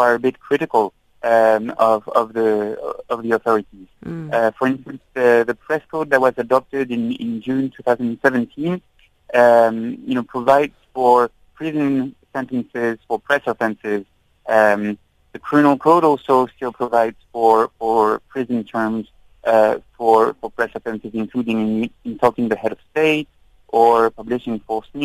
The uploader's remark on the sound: we are joined on the line